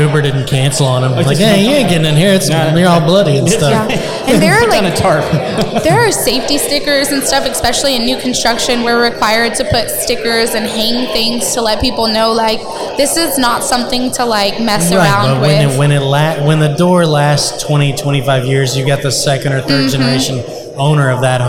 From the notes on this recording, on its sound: We interviewed for over 2 hours at the Contractors Network LIVE event in Spring TX